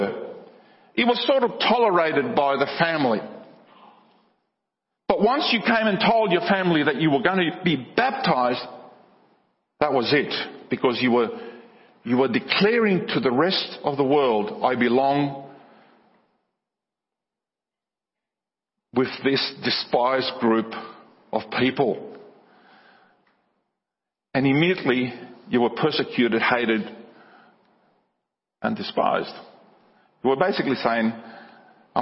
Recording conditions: large echoing room